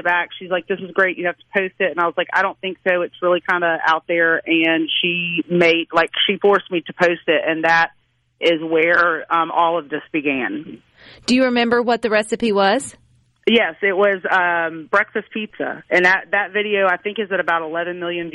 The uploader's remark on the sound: joins the conversation by phone